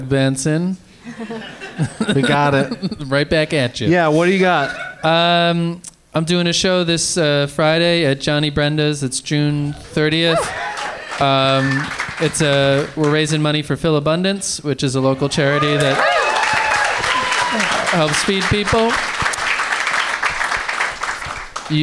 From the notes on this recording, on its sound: Live from Helium Comedy Club in Philadelphia